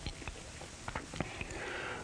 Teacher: Fifth position, labial, lips, hard unaspirated, pa, hard aspirated, pa, soft unaspirated, ba, soft aspirated, ba, soft nasal, ma.